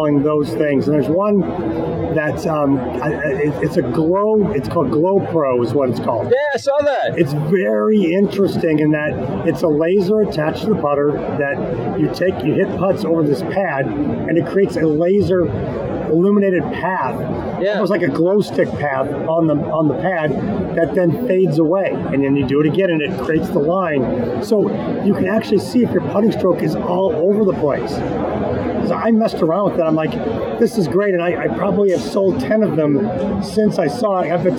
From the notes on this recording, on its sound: Live From the Floor of the PGA Merchandise Show.